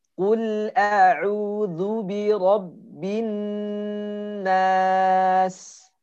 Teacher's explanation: ada nun yang bertasydid, maka di sana dihukumi dengan gunnah, dengung ya. Guna ini hukumnya dua dua harokat.